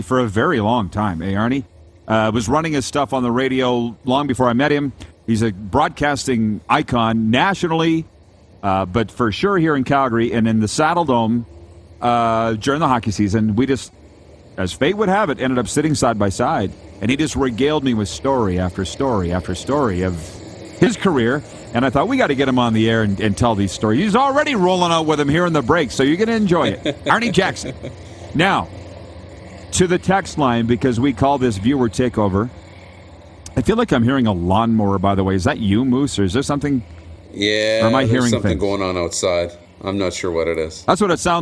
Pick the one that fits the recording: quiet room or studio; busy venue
busy venue